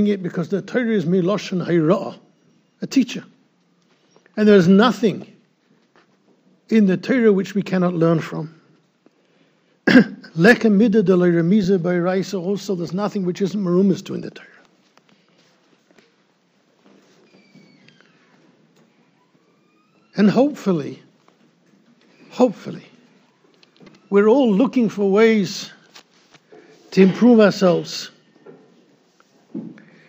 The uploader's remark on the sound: recorded in Yeshivas Ohr Reuven, Monsey NY